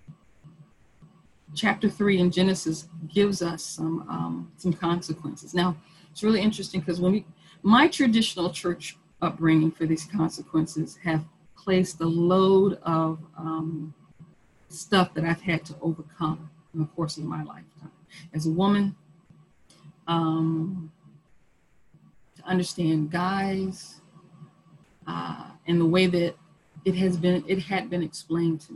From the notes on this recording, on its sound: Our zoom streamed service. Internet went down at about the 44 minute mark, so the sermon ends abruptly unfortunately.